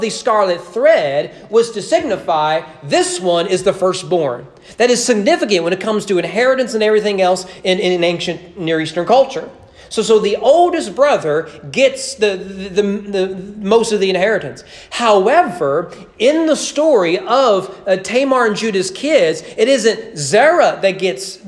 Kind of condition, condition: setting, large echoing room